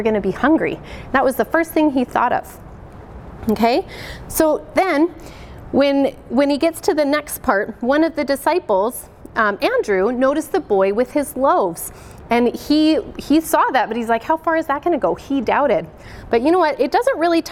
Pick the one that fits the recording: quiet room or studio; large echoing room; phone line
large echoing room